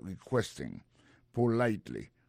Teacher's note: Dans mot requesting là, ouais, accent tombé sur deuxième syllabe là